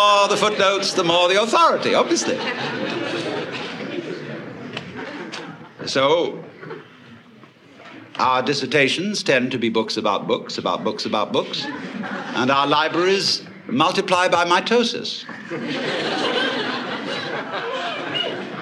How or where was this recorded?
live audience